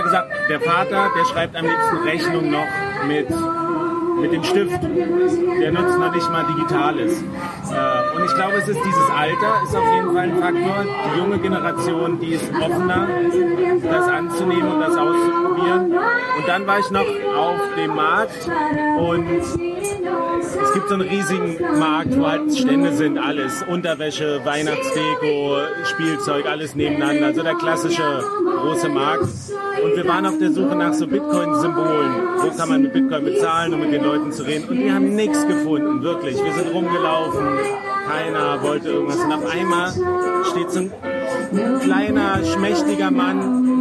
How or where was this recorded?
busy venue